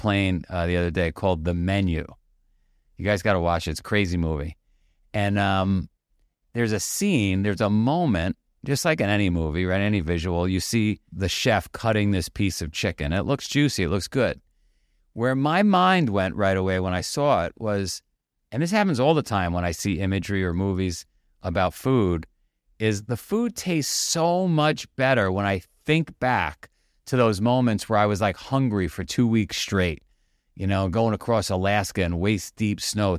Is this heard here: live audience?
no